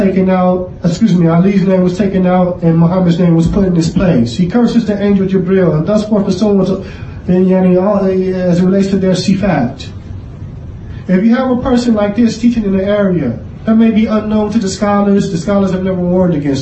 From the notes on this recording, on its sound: Clip taken from, Repelling Corrupt Principles Ascribed To Salafiyyah Conference 2019 (Lecture given at Masjid Ahlil Hadeeth, Philadelphia, Pa).